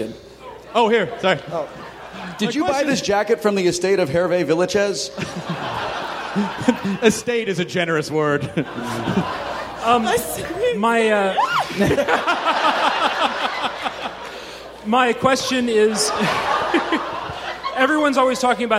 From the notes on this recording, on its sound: Recorded live in front of 800 Nerds at San Diego Comic-con.